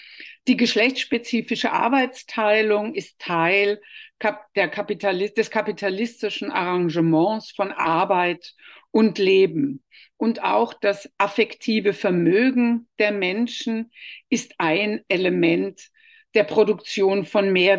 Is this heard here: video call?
yes